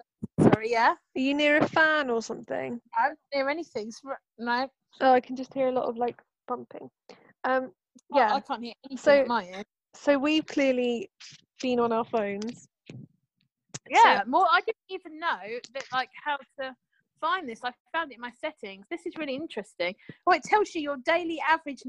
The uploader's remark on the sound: get together over zoom